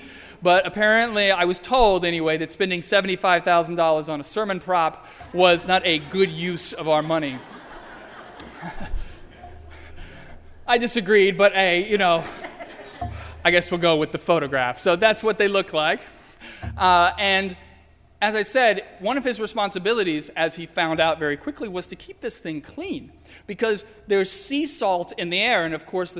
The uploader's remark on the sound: During the Heritage service (11:00 am) on Sunday, January 31, 2016, at First Presbyterian Church of Arlington Heights, Illinois.